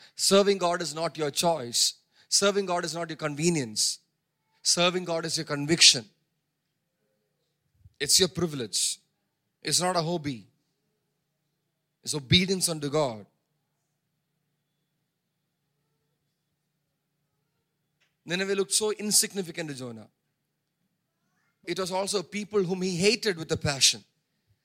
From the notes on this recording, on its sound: preached at Sunday Service on 4 June 2023 at Revelation Church